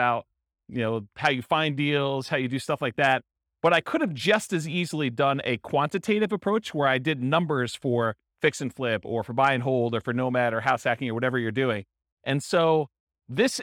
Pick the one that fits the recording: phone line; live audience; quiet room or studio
live audience